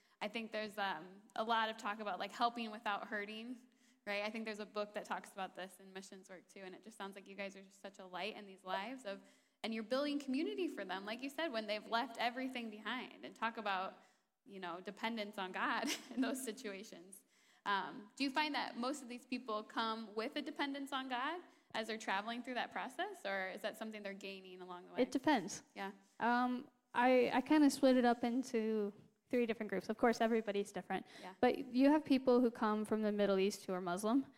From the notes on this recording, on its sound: a special guest interview live on stage